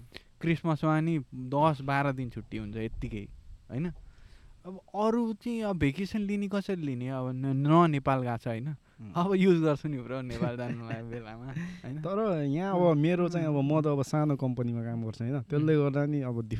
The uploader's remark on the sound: This is the first episode of the podcast where we shot outdoors